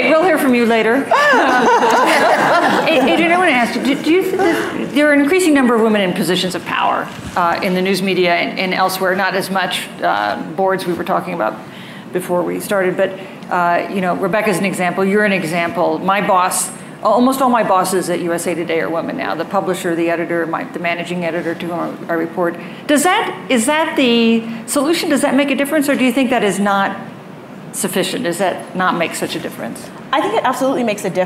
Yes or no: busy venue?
yes